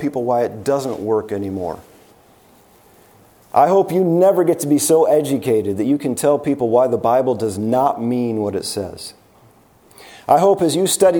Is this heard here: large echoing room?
yes